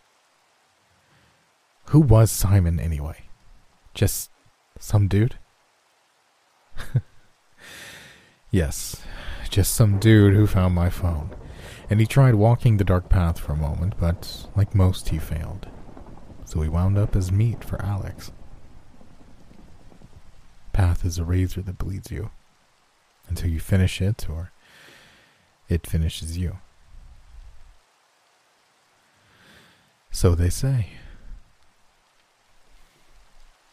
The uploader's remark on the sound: NoSleep Horror Stories w/ Rain & Thunder Sounds